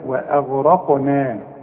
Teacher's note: الهمزة دي قصدي دائما مرققة، والواو كمان مرققة